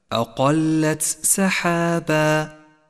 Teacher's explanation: والواجب هنا أن تفصل صفة الهمس لحرف التاء عن حرف السين فلا تخلط بينهما